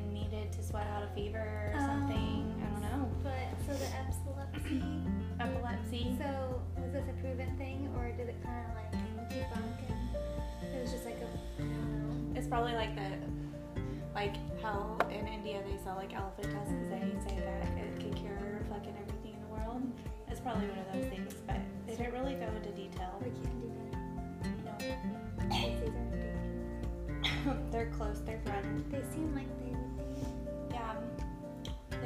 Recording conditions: sounds in the background